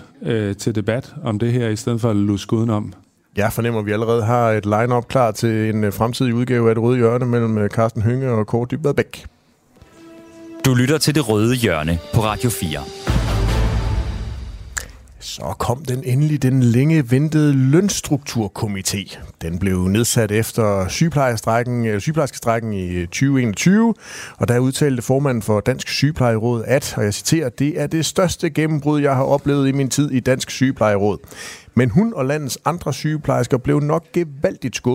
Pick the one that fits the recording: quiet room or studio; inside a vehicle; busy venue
busy venue